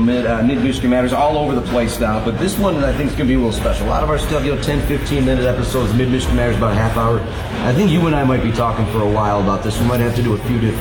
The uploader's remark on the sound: LIVE from Cops & Doughnuts for Clare Irish Fest 2022! At Cops & Doughnuts in Clare for the 47th Annual Clare Irish Festival!